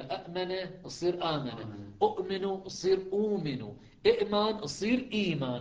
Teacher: استثقال الهمزتين يجعلهم يبدلون الثانيه مدا مجانسا لحركه الاولى، امن تصير امن، اؤمن تصير اومن، ايمان تصير ايمان، وكله يسمى مد بدل، لان الياء مبدله عن الهمزه، الواو مبدله عن الهمزه، الالف مبدله عن الهمزه.